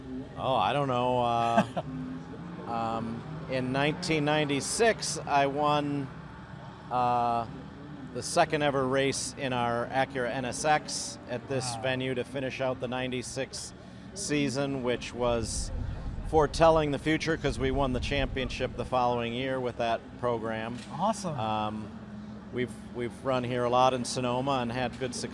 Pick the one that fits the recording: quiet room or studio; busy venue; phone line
busy venue